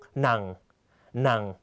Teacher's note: เสียงจะต่ำและตกลงในตอนท้ายนะครับ เสียงหนังนะครับจะคล้ายกับเสียงเอกแต่เสียงหนักกว่านะครับและหยุดในตอนท้ายทันทีนะครับซ